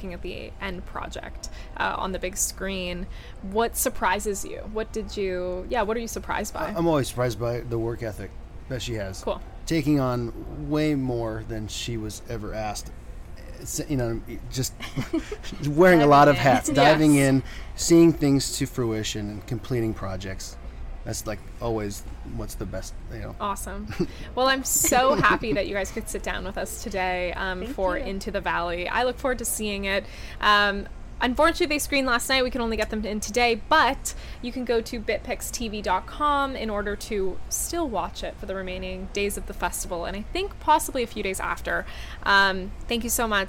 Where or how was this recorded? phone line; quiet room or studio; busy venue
busy venue